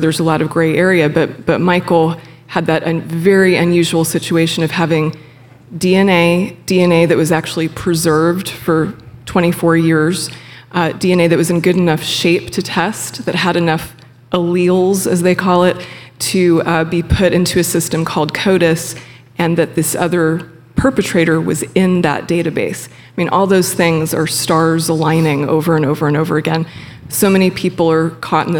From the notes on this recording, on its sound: Took the Forward Podcast on the road in front of a live audience. Texas Tribune Festival.